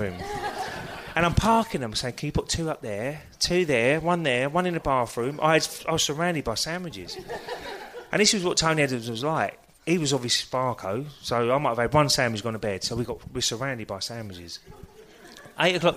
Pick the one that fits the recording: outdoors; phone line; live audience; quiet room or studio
live audience